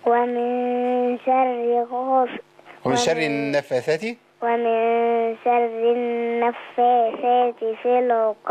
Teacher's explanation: نون حرف غنة مشدد بالفتح حركتين